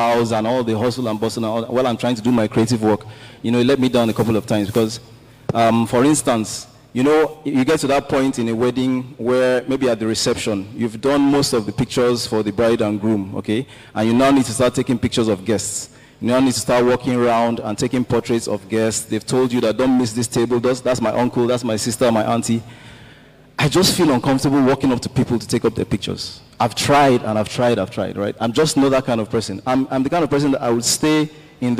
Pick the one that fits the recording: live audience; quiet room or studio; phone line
live audience